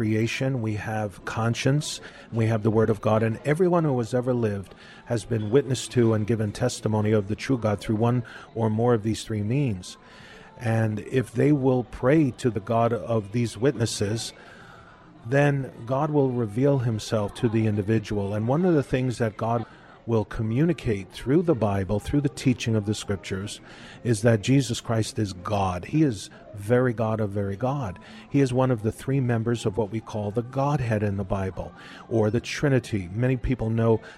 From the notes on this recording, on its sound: We’re continuing our talk at a local café